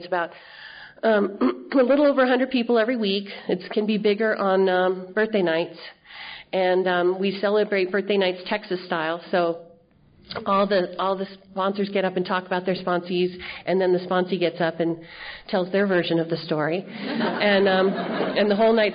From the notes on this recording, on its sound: telling her story at the 30th Annual Crested Butte Mountain Conference held in July of 2013